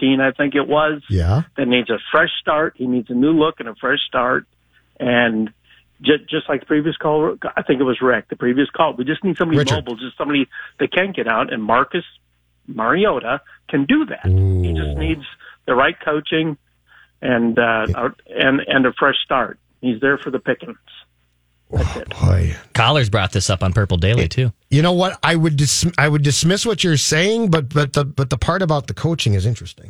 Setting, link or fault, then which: link, phone line